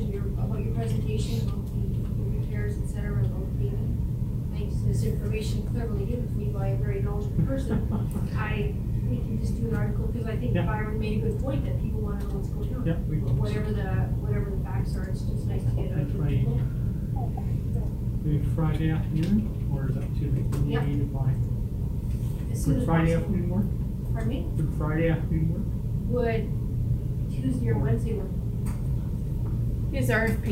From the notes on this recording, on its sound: Audio recording of the August 27, 2018 Regular Meeting of Peace River's Town Council.